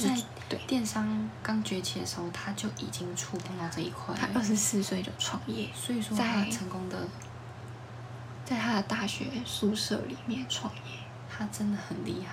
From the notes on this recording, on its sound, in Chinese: 這集聲音有點小聲